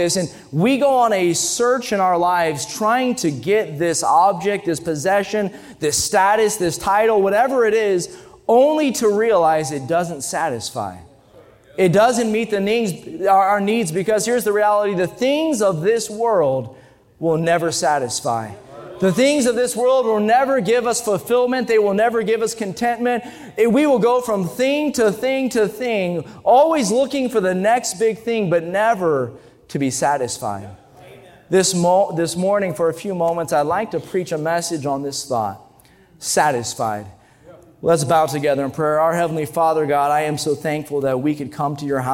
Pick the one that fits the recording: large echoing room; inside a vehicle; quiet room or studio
large echoing room